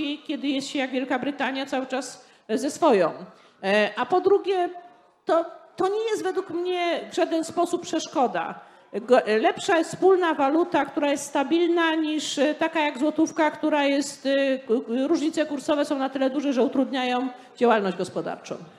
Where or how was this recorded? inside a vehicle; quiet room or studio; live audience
live audience